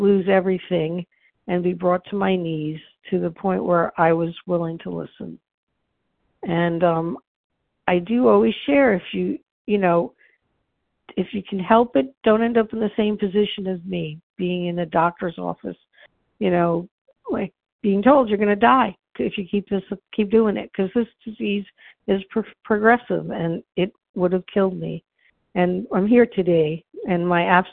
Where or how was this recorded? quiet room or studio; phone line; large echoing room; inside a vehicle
phone line